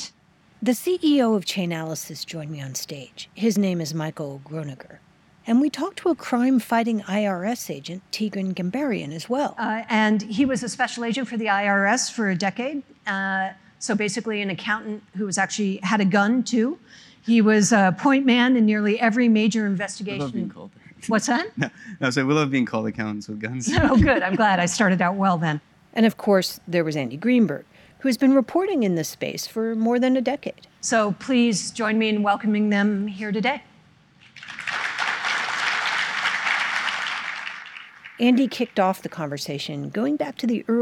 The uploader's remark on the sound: onstage at the Links 2023 conference in New York City